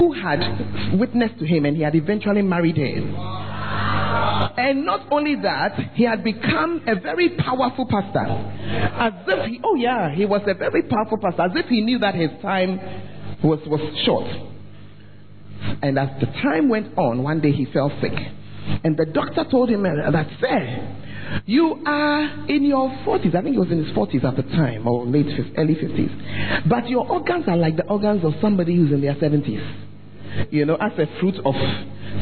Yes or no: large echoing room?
yes